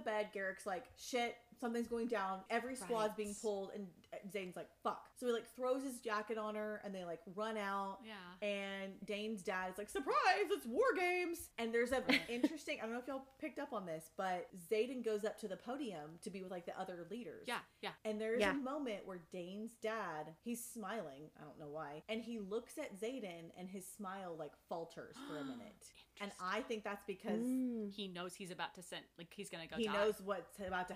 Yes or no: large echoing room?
no